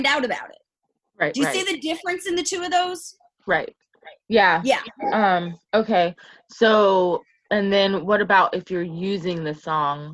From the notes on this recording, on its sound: Its our first Zoom recording and I apologize as I sound like I am screaming. I have a sinus block and can’t hear myself.